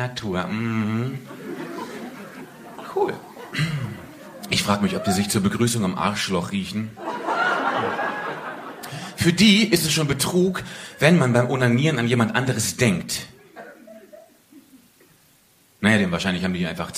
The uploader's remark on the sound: Poetry Slam Audio